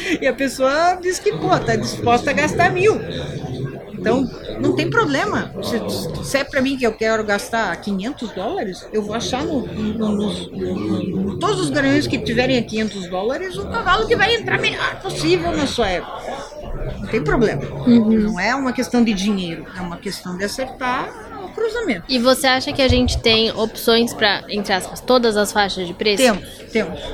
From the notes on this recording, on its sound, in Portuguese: Trazemos mais um episódio gravado durante o XVIII festival nacional do cavalo brasileiro de hipismo.